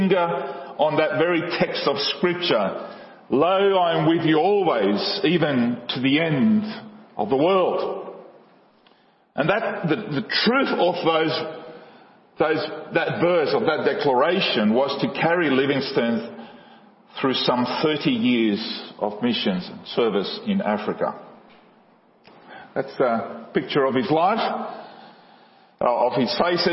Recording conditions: large echoing room